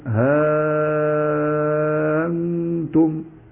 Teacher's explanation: حذف الالف الذي بعد الهاء وابدال الهمزه الف ويمد بمقدار 6 حركات لان بعدها نون ساكنه